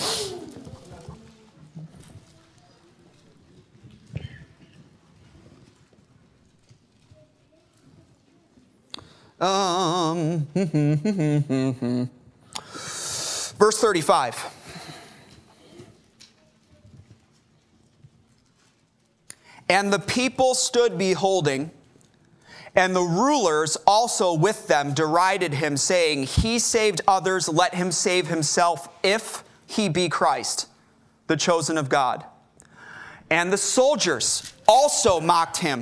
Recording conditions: large echoing room